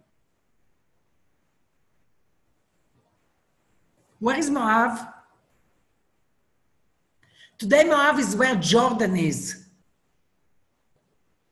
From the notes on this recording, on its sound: Zoom Class